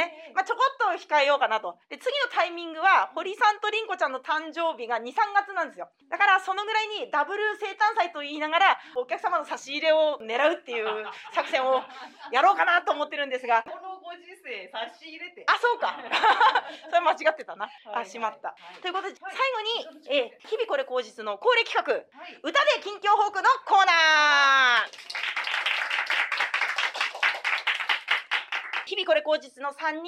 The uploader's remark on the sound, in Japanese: ほのぼの寄席 より 公開収録トーク。